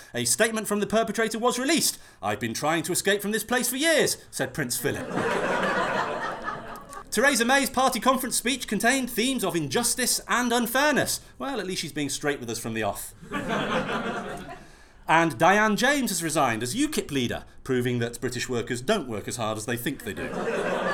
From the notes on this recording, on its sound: Episode 6 was recorded at the Comedy Lounge Tooting in front of a baying appreciative crowd. Episode 6 was recorded at the Comedy Lounge Tooting in front of a baying appreciative crowd.